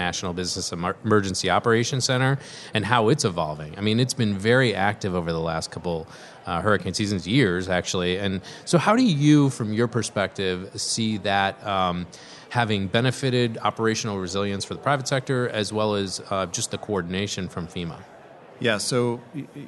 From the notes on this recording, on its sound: Live From The 8th Annual Building Resilience Through Private-Public Partnership Conference In Washington D.C.